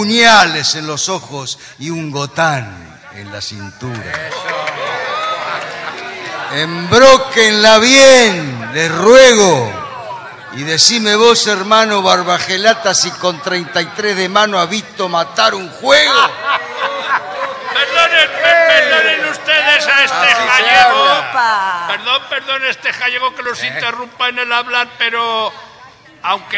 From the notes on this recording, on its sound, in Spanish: Celebró este miércoles sus 73 años al aire en el Centro Cultural Kirchner. Ante un auditorio colmado, un elenco de primeras figuras.